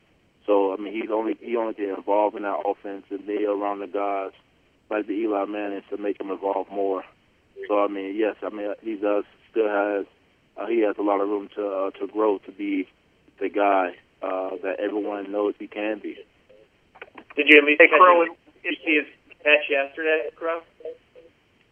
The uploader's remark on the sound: Addressed Reporters on Conference Call.